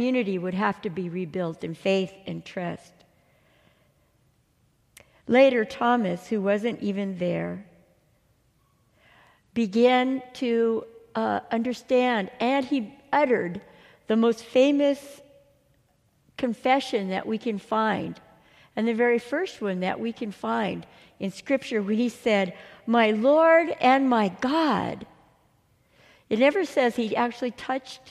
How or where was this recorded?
large echoing room